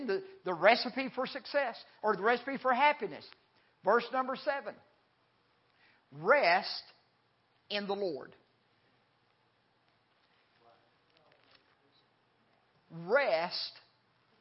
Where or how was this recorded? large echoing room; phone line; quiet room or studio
large echoing room